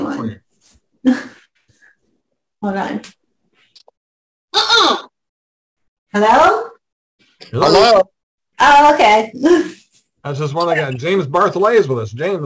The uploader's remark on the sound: Zoom Show.